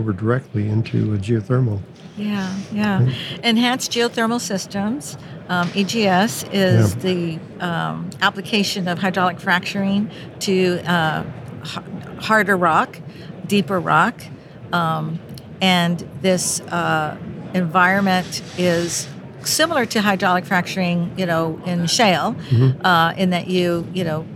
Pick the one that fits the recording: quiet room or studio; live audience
live audience